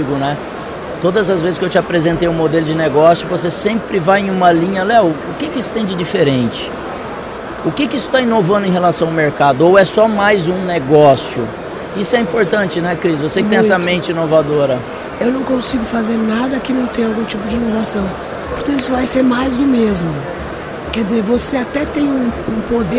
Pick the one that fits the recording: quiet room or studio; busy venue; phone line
busy venue